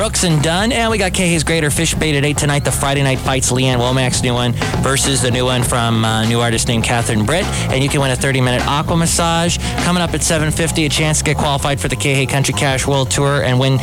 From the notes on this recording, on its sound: podcasts live from Café Anyway